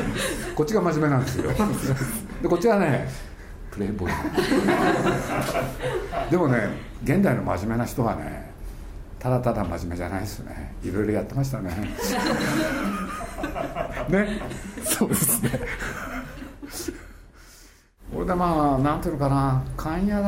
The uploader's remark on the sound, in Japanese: 8月5日に東京・渋谷の大盛堂書店で行われた。発売記念トークイベントの模様をお送りします。